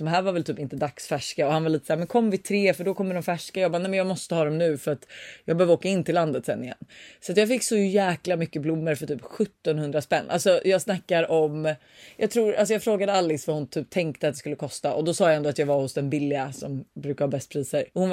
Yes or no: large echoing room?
no